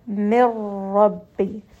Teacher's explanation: So ra and lam are not part of that, so we are not going to nasalize this. Instead, we are going to drop the noon completely and merge that noon sakin with the ra. Mir rabbi. So just make sure that you are not pronouncing that noon at all.